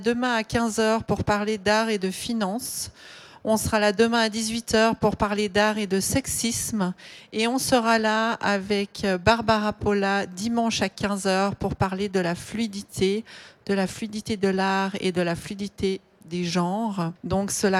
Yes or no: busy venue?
yes